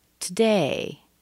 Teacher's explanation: Hopefully you hear it on the day. It's not on the to, today. · Term: stress